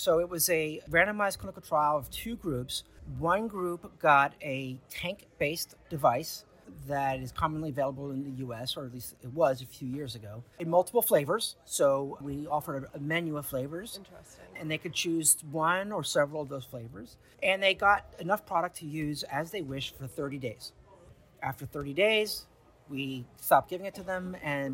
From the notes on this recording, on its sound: at the US E-cigarette Summit in Washington DC